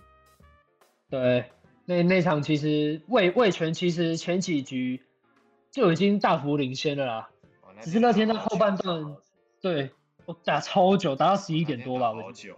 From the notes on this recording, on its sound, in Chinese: 首次遠距錄音....品質有點差會改進的。因為疫情的關係首次嘗試用遠距錄音的方式。